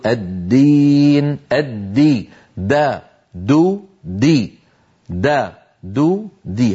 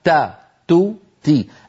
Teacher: هذا الفرق بين الدال والتاء، بينما التاء تا، تو، تي، المخرج واحد ولكن الخلف بينهما في صفة الجهر. فالدال مجهورة والتاء مهموسة